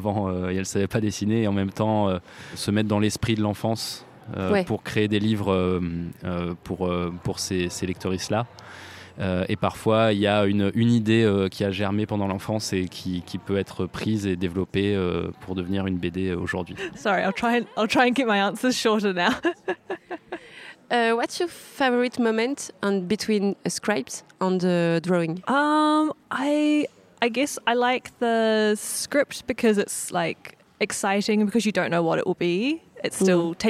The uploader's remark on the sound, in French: Festival International de la BD d’Angoulême 2024. Interview au Festival International de la Bande Dessinée d'Angoulême.